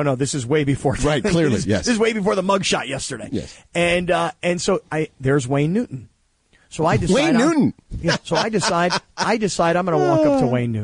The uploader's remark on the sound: Called.